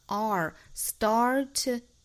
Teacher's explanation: start,需要卷舌成 R